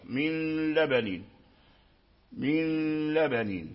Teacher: وهو أن النون يدخل في اللام حقيقة ولكن تبقى فيه الغنة من لبنين حلمي يومين من لبنين، ولكن لا تشدد اللام شدة قوية، لأن الشدة قوية لا تكون مع الغنة، التشديد القوي يكون في الإدغام الكامل، أما الإدغام الناقص لا بد التشديد يكون ضعيفا عن التشديد الكامل. · Term: إدغام ناقص